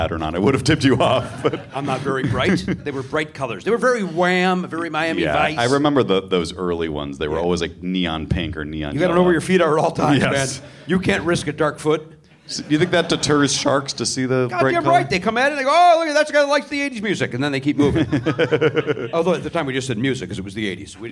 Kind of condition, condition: setting, busy venue